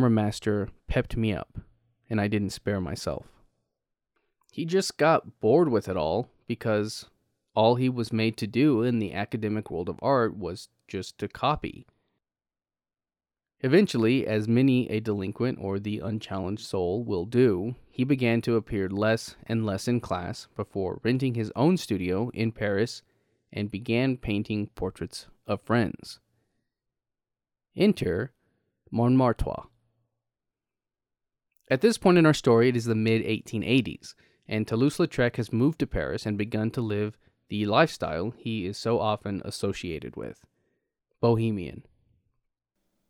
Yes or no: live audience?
no